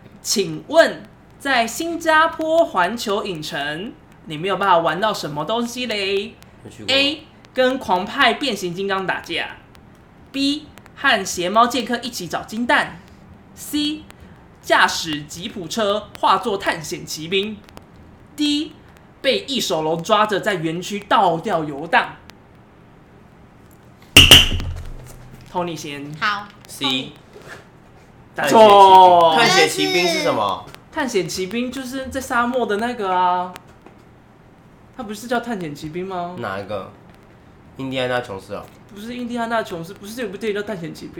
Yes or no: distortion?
yes